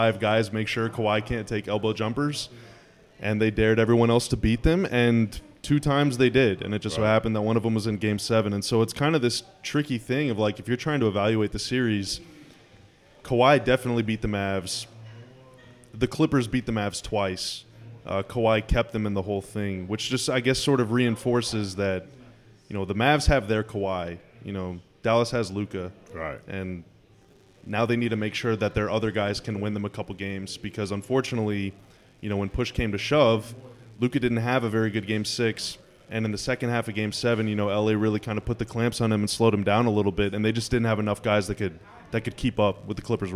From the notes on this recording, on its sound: Thank you to Gus's Fried Chicken for allowing us to record in their restaurant!